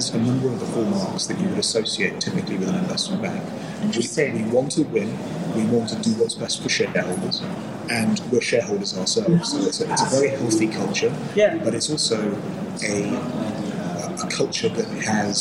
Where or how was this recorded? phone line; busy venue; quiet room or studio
busy venue